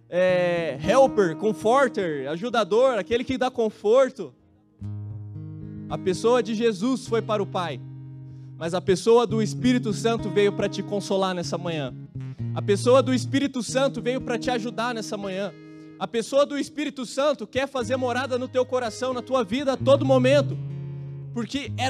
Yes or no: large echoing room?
yes